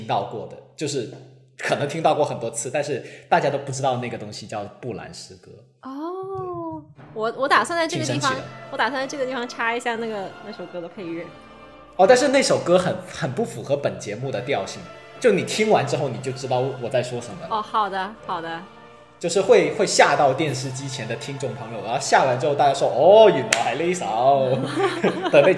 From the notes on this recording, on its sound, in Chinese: 录制节目的时候由于场地原因，回音较大，请大家多担待。